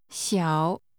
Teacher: This word has a falling, rising tone.